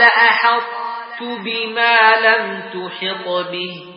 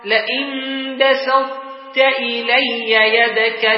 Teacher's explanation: تدغم إدغاما ناقصا، يبقى معه إطباق الطاء واستعلاؤه من غير قلقلة لقوة الطاء وضعف التاء